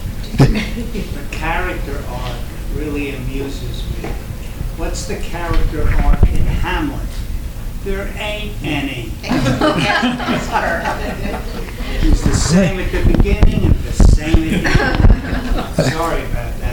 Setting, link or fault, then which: setting, live audience